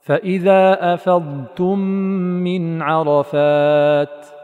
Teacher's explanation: التاء مستفلة مرققة، فيتحرى أن يستجلب الاستفال بعد الاستعلاء في الضاد · Term: التقاء الضاد بالتاء